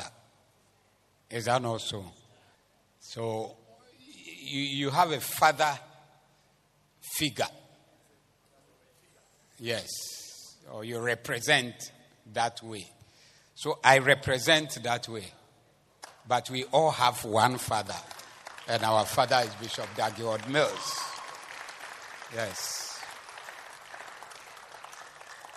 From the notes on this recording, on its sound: Preached at the Zeloo Service 07052023